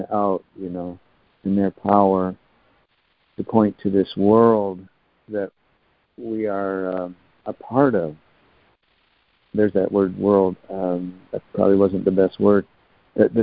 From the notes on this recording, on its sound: ACIM Daily Conference Call